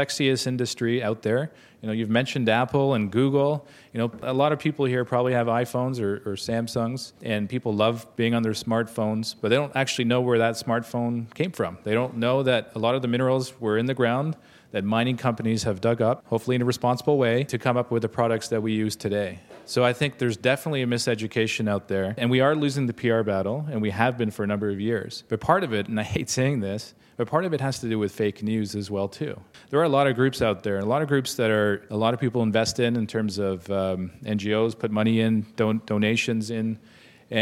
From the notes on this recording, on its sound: This episode feature’s the ESG panel from The Northern Miner’s third annual Progressive Mine Forum in October.